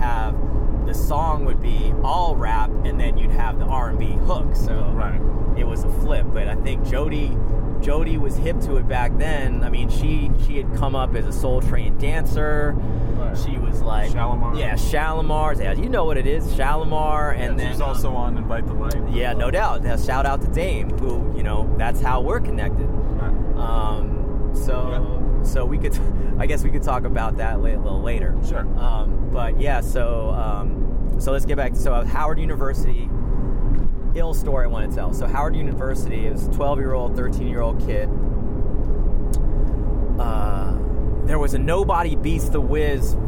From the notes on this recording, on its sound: We caught up quite literally while on the run in San Francisco, so apologies for any audio rawness here.